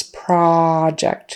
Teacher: in the noun project, it's not project with a long O, it's project.